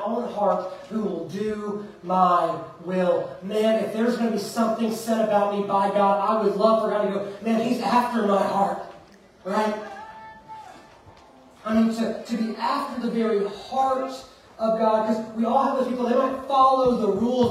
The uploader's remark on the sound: Preached at Fairview Church in Montgomery, Alabama on December 17th, 2023.